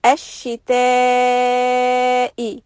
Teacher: This is mad muttasil, and it will be four counts.